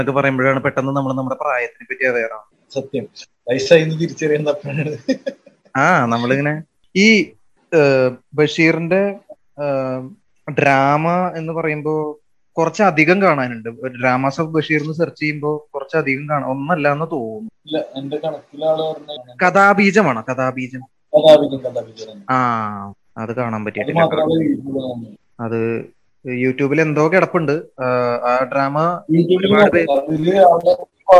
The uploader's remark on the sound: people from different parts of the world discuss over the phone